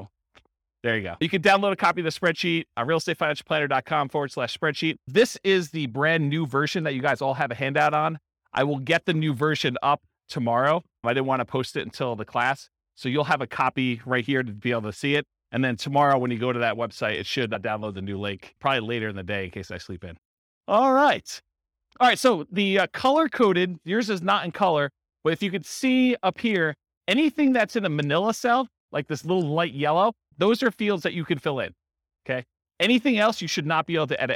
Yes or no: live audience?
yes